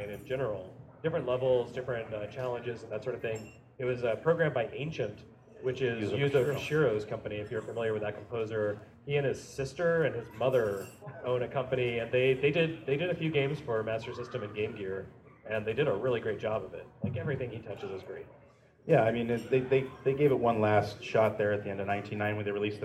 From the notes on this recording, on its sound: Live At Midwestern Gaming Classic 2016. Special thanks to 249 Studios for the live recording!